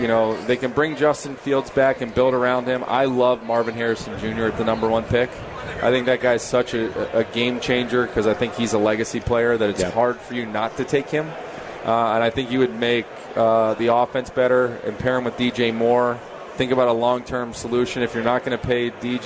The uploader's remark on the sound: live in Rosemount, IL, for the Chicago Golf Show!